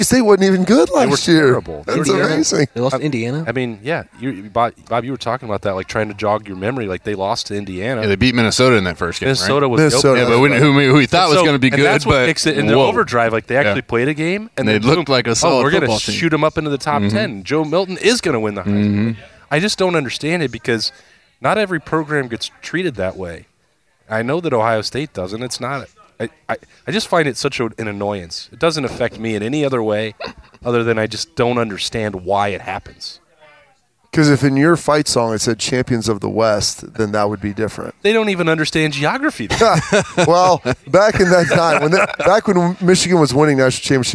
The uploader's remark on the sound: Another edition of Lettermen Live at Roosters. As always, Lettermen Live is hosted by Roosters on Olentangy River Road in Columbus.